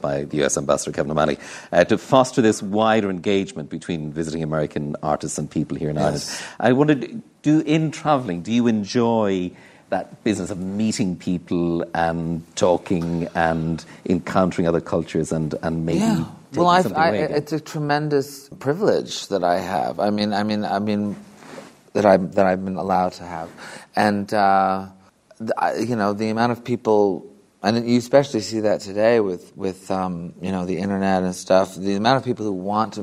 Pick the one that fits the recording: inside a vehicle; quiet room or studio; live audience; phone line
live audience